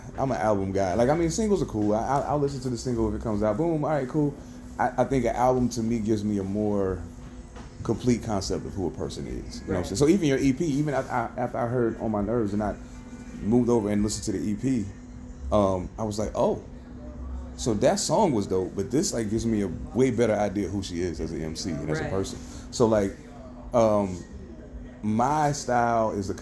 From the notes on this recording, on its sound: Coming live from High Dive in Seattle, WA.